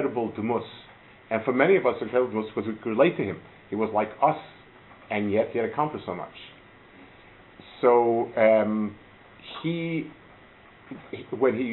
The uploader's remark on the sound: Delivered at Gush